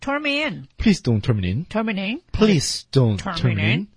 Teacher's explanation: 它鼻音挺重的，很重，基本上成了 turn mein · Term: 连读